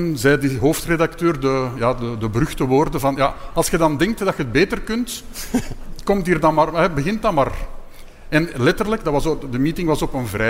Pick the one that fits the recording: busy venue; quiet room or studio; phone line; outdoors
busy venue